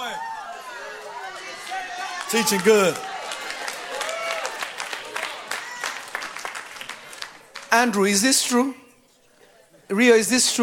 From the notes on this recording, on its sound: From Revelation Church in Simi Valley, CA. This message was recorded live.